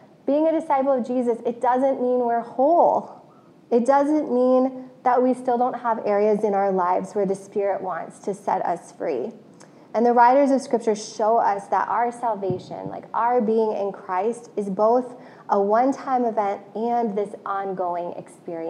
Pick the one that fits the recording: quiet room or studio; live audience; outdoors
live audience